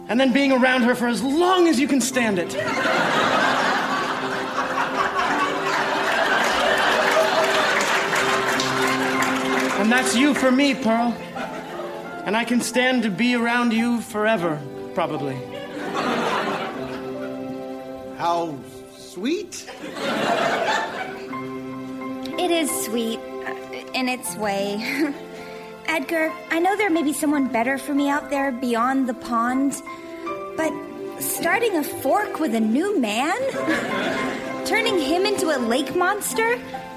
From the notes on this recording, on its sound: Recorded Live 2/1/2014 at Largo, Los Angeles.